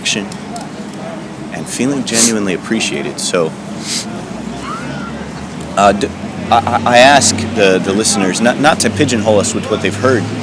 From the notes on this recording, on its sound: Live from Occupy Wall St. Zuccotti Park.